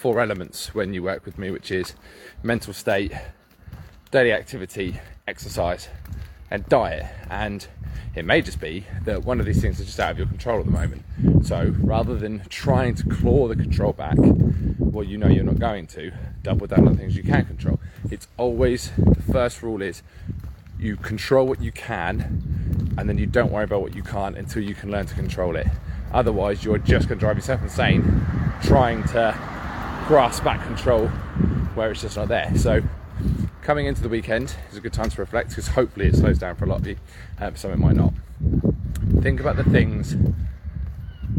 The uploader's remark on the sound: From the walk and talk series I do for my vip clients every day.